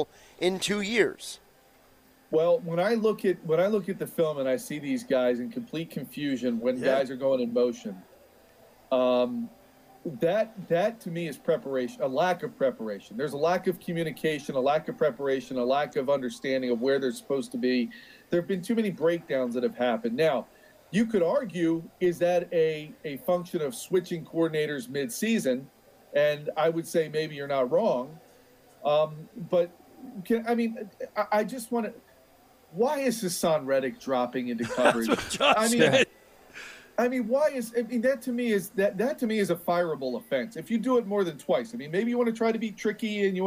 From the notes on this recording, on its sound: It's our last Live Broadcast at the Caesars Sports Book in Atlantic City.